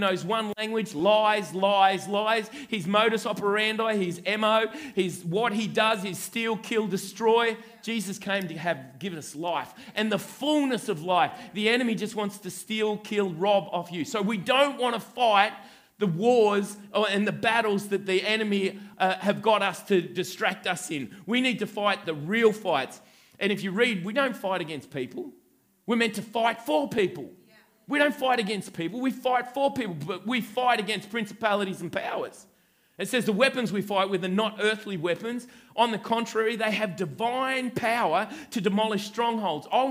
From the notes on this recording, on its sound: This message was recorded at River Edge Church on 30/06/2019 at the 11am gathering.